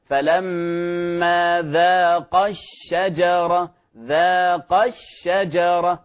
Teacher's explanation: ويؤتى بالنبر هنا حتى لا يلتبس المثنى بالمفرد